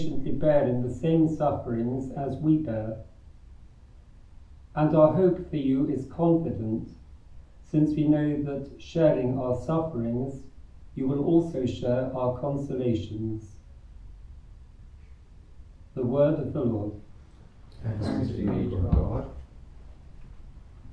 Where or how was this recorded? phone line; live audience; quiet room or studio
live audience